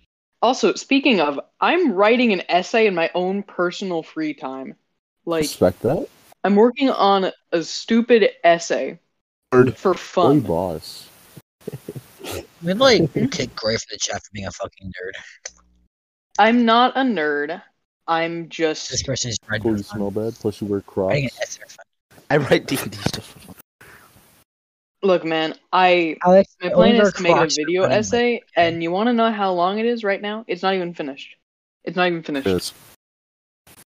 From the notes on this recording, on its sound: our audio may be choppy